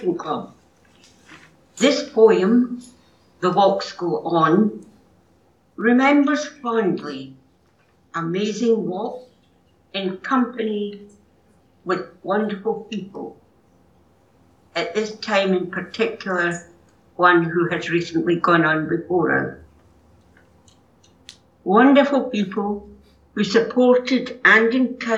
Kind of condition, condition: setting, large echoing room